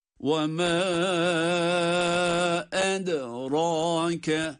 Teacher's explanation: Ya da اَدْ derken اَدْرَاكَ dal harfi kalkala harfidir. Cezimli okuduğumuz zaman dal harfini ince bir sesle patlatarak okuyoruz